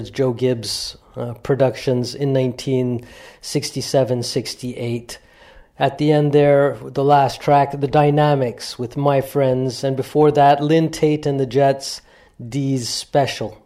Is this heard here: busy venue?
no